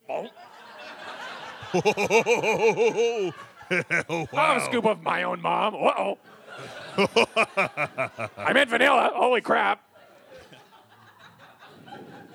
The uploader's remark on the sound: Live at Toronto Sketchfest